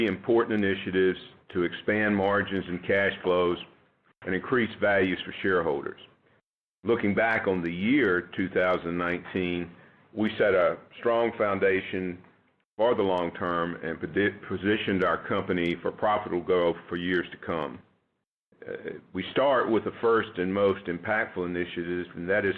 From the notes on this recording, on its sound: This episode features excepts from the Barrick Gold and Freeport McMoRan conference calls.